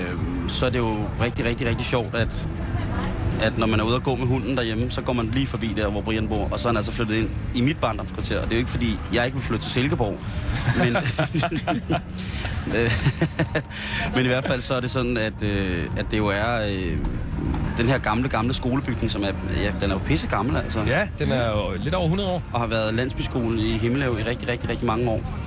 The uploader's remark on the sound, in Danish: Live fra Roskilde.